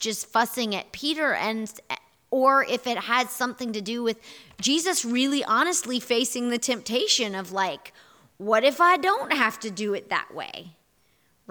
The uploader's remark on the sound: Here is our audio recording from this morning&#8217;s in-person worship service. Here is our audio recording from this morning’s in-person worship service.